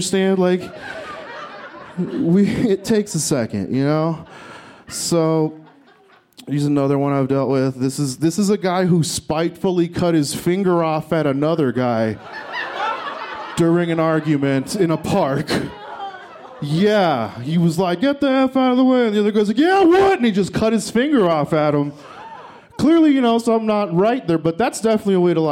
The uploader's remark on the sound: This story was recorded live at Buntport Theater